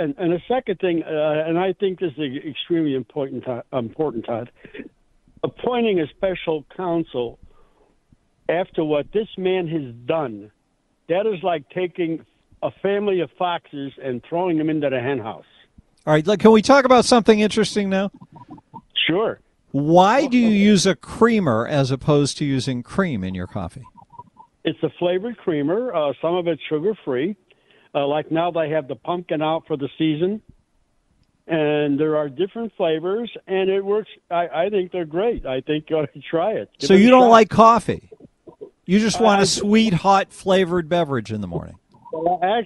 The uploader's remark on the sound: Phone calls.